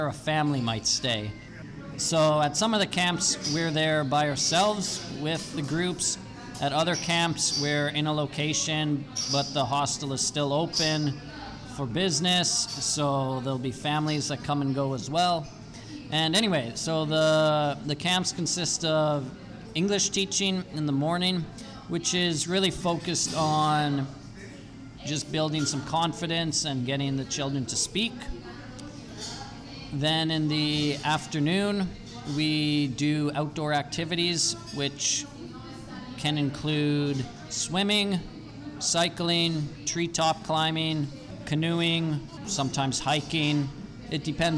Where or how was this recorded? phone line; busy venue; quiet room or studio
busy venue